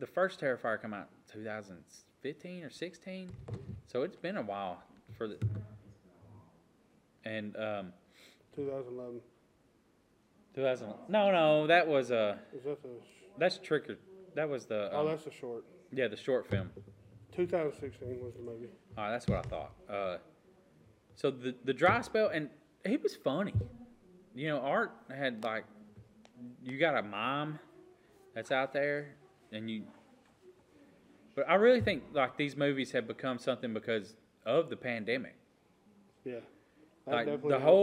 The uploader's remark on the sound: Live From Con Nooga